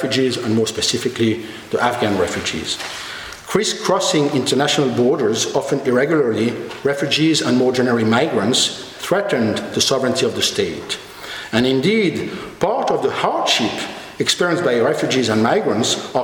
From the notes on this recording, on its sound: Annual Elizabeth Colson Lecture 2012. Recorded on 6 June 2012 at the University Museum of Natural History, Oxford.